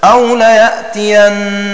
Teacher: وقرأ ابن كثير: أو ليأتينني بزيادة نون مكسورة خفيفة بعد النون المشددة مع فتح المشددة كما لفظ به. وقرأ غيره بحذف النون الزائدة وكسر النون المشددة